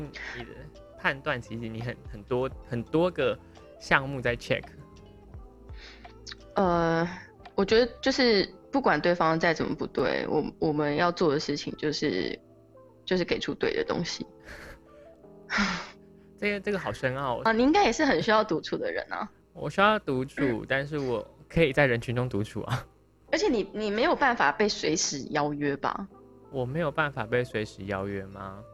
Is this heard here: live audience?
no